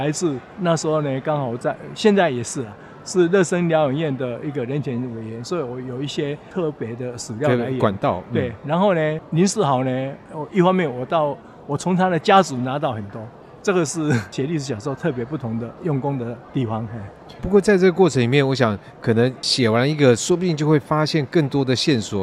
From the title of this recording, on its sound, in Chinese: 世貿中心現場報導